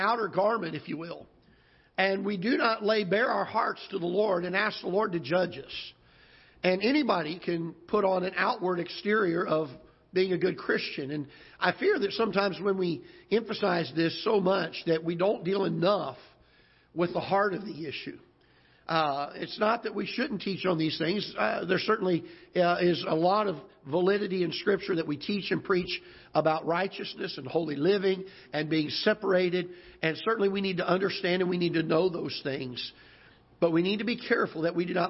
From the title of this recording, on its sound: Ketha Heights Baptist Church ~ Live Broadcast